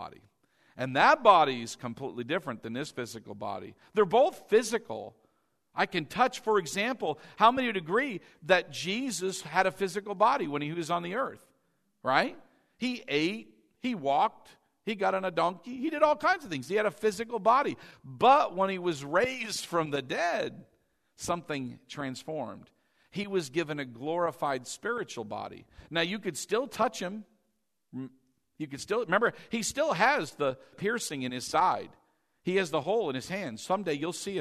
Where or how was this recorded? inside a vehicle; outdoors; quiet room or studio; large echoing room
large echoing room